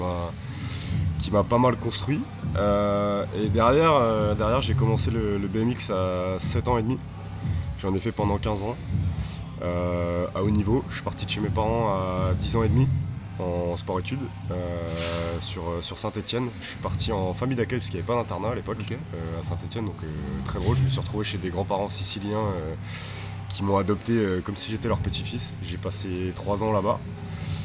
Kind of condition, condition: fault, sounds in the background